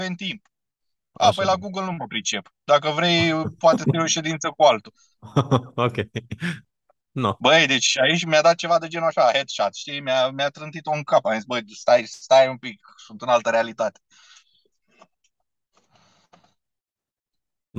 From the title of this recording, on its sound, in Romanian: Conferinta Zoom Saptamanala EcomSchool